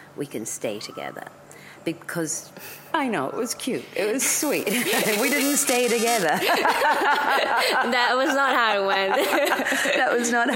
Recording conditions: background noise